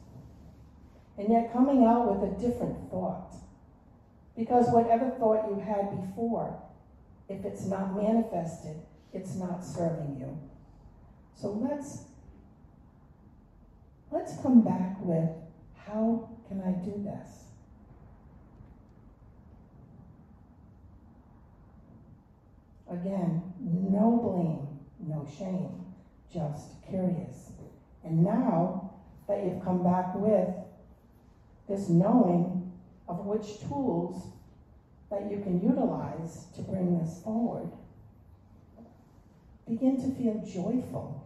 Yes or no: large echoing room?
yes